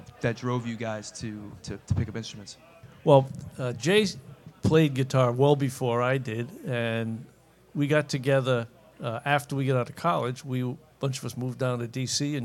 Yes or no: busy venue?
yes